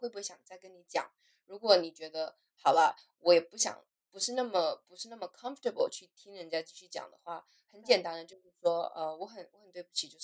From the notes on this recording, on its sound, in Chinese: 這次的錄音音質比較不好並且聲音較小，後製也無法修正